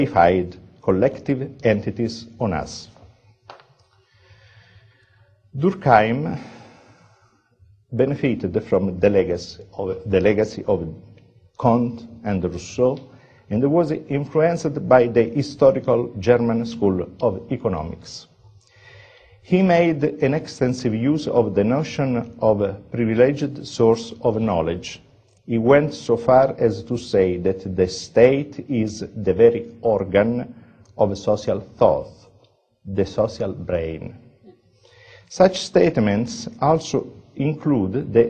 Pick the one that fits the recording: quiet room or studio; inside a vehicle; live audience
live audience